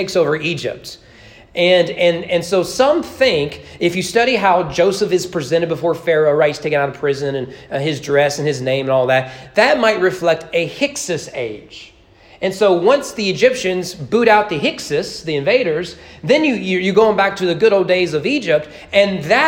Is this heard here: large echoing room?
yes